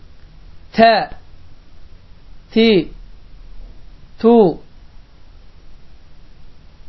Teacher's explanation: T hərfinin məxrəci dilin ucunu damağa toxundurmaqla incə T hərfi çıxır. Və bu hərf dediyim kimi incə hərflərdəndir.